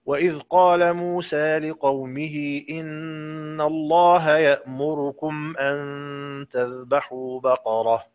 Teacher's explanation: طبعا هنقف على كل علامة وقف، يعني هنقف على أن تذبحوا بقرة، وهنقف على قالوا أتتخذنا هزؤا. هنقرأ أولا بالفتح في موسى وبقصر المنفصل لقومه إن الله، وبالتحقيق في يأمركم وضم الراء ضمة كاملة، وبسكون ميم الجمع أيضا، وبالوقف بالفتح في بقرة للإمام قالون، ونشوف مين اللي اندرج معه.